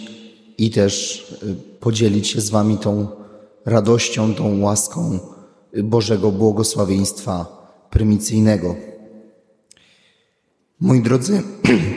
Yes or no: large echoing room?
yes